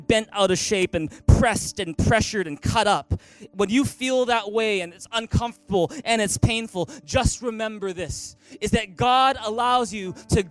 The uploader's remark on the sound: Recorded on October 14, 2018 at THRIVE Church Vancouver, Canada